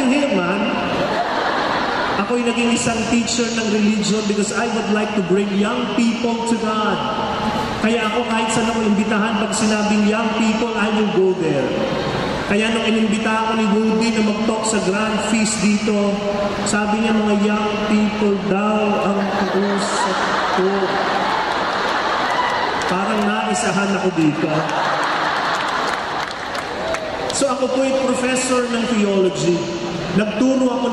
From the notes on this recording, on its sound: This talk was recorded from Rizal Grand Feast 2016